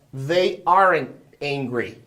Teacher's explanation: Você vê que esse T quase que não sai, ó.